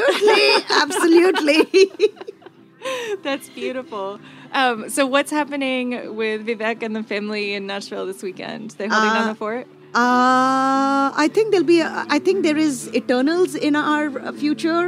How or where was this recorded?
busy venue